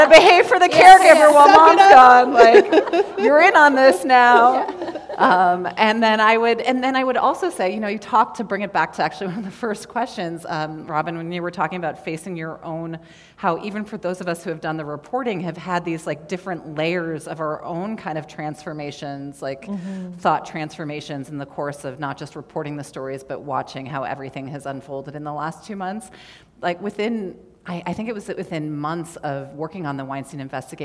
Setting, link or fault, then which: setting, live audience